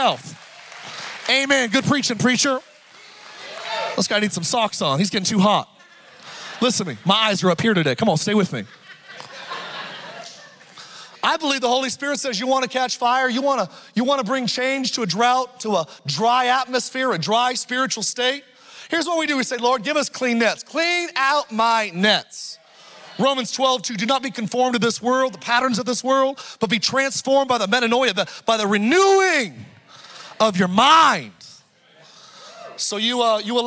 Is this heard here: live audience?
yes